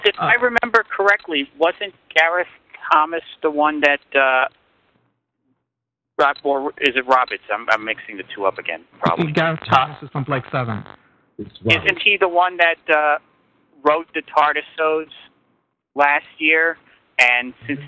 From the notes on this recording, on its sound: With live listener feedback. Recorded live on the net via TalkShoe on Sunday, 29th of April 2007.